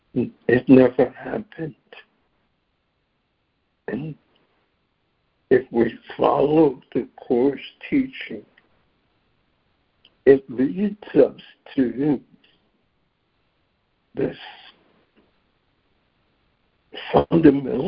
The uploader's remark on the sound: ACIM Daily Conference Call